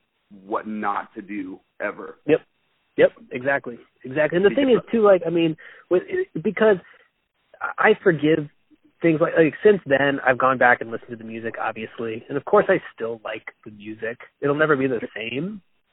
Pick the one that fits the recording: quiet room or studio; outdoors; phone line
phone line